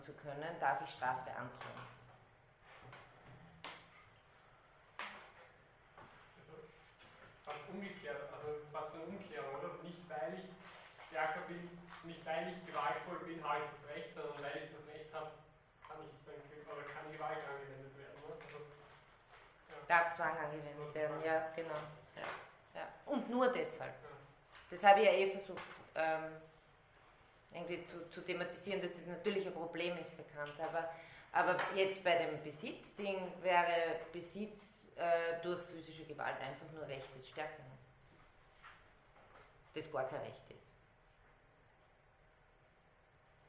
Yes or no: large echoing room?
yes